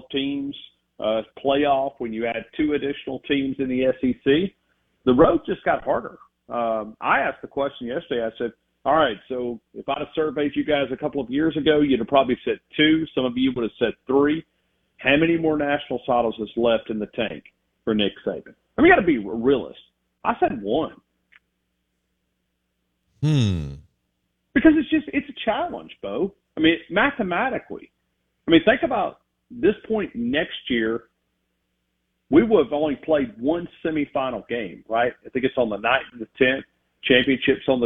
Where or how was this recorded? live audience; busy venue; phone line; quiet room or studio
phone line